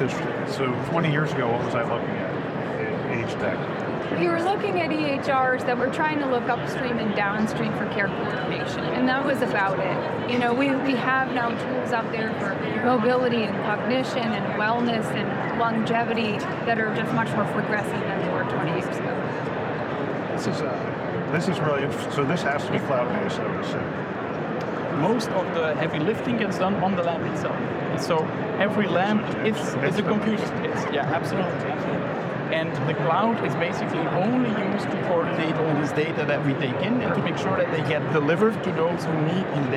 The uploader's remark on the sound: Today on the Conference channel, it’s an Interview in Action live from HIMSS 2023.